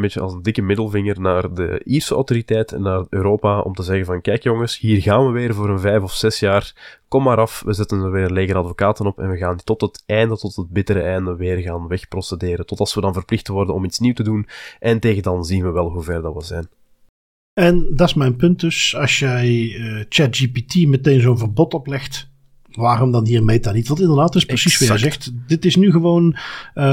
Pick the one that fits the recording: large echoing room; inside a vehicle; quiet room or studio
quiet room or studio